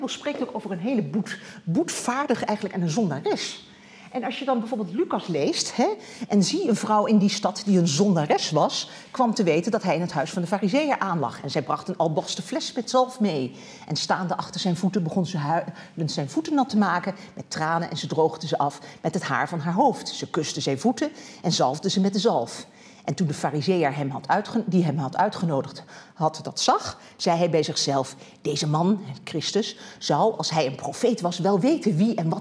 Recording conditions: large echoing room